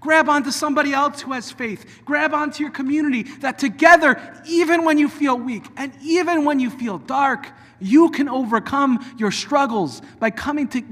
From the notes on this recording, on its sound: Delivered at Temple of Aaron on Shabbat morning.